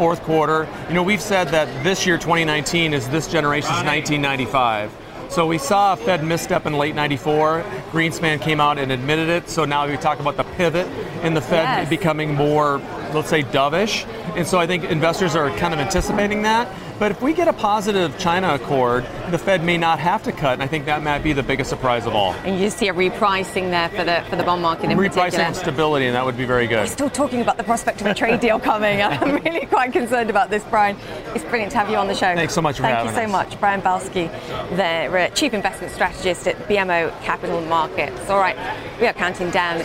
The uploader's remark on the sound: Live from the New York Stock Exchange.